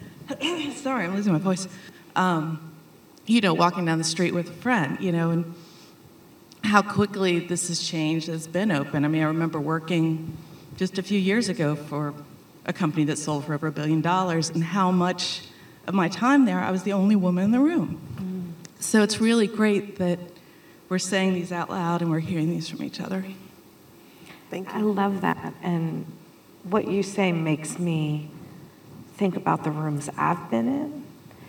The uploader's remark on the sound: Live from WiDS 2023